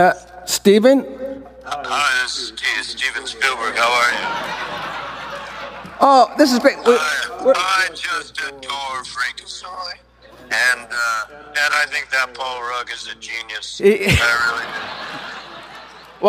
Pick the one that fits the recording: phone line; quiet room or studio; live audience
live audience